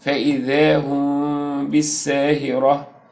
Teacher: وأخفي الميم الساكنة بغنة عند حرف الباء · Term: إخفاء